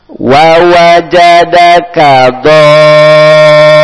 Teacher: Di sini ada huruf nampan, huruf panjang di sini mat lazim, mat lazim dibaca 6 harokat, dibaca harus 6 harokat. 6 harokat bisa dengan menggunakan 4 ketukan.